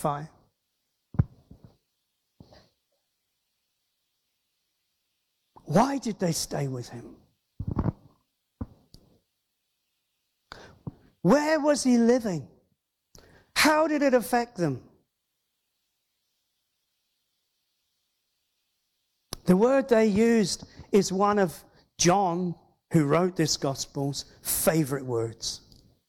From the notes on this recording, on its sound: Christian Life Church Hereford // Father's Heart Conference